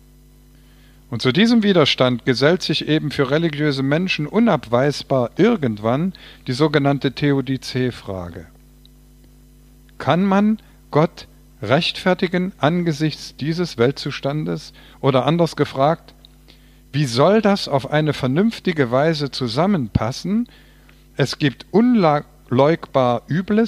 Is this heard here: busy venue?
no